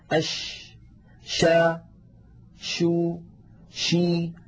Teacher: تجدون بأن صوت حرف الشين ينتشر الصوت في الفم · Term: صفة التفشي